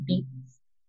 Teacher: it's just an alveolar affricate